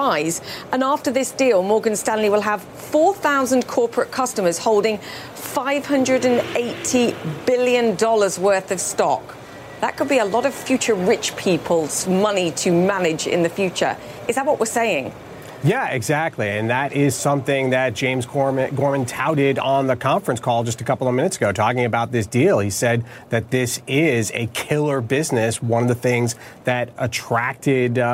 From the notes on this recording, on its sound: live from the New York Stock Exchange